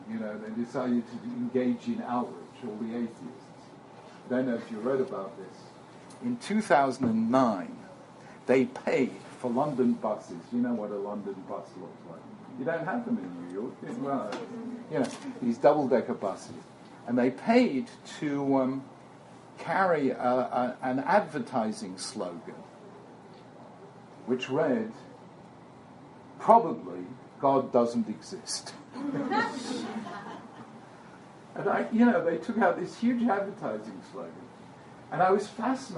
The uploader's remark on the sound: This is a recording of a talk given to Mechina students at Stern College for Women at Yeshiva University on 6th February 2014